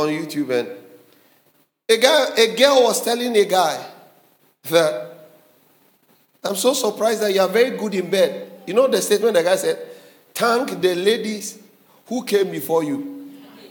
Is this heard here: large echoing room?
yes